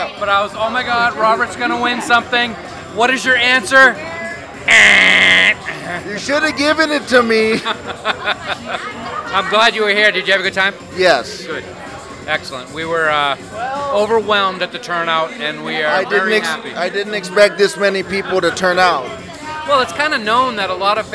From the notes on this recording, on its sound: Inside the Rio a lot of Trek and Non Trek talk. Then we venture outside for the First ever Fansets Party hosted by The Trekgeeks podcast at The Other Room at the Forum Shops at Caesers Palace. This is the only place where you will hear exclusive audio from that event.